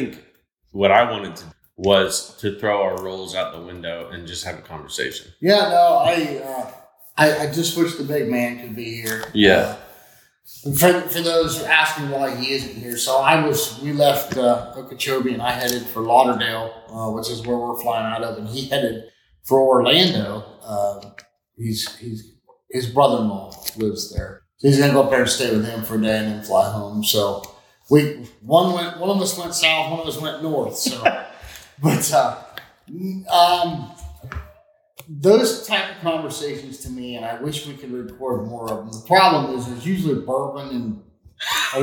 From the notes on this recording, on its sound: This was an impromptu podcast that was recorded at 2 A.M. In a hotel gym! It has a little bit of echo that we couldn't totally get edited out. Sat down, while in Florida, in an attempt to record a podcast.